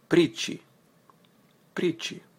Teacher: Т is almost silent in here. Plus rolling R.